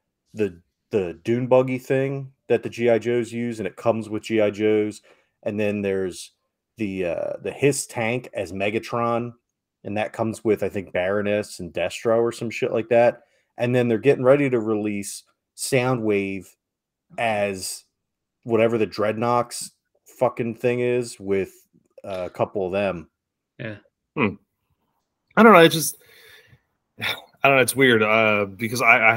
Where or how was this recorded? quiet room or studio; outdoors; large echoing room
quiet room or studio